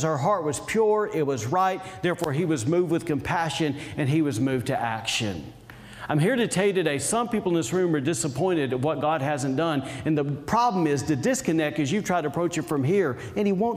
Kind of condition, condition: setting, large echoing room